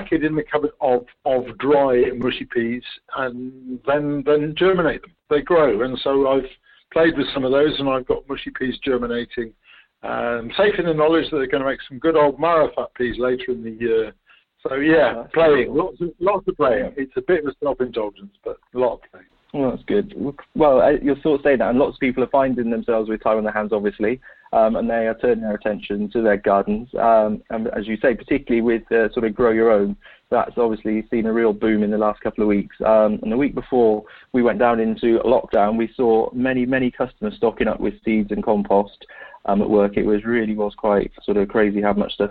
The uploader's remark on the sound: This episode is recorded over the phone!